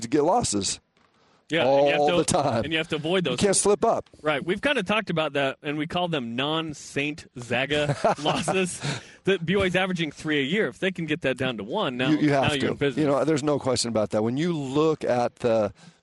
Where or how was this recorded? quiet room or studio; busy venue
busy venue